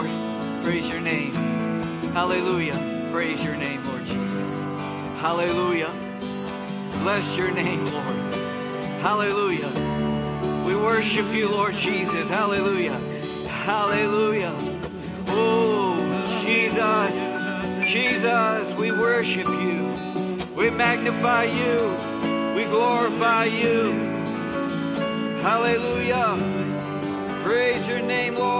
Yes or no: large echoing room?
yes